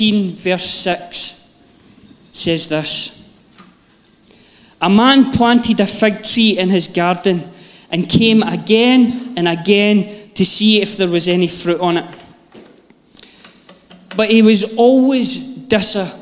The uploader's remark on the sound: Live from our Sunday gathering on 23.